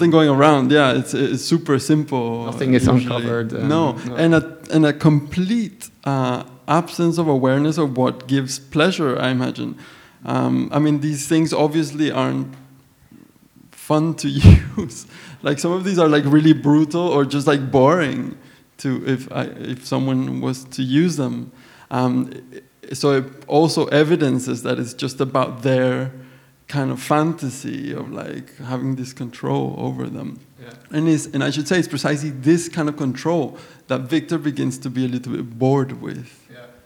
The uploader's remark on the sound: recorded live Upstairs at Bergen Kunsthall Sunday May 21st 2017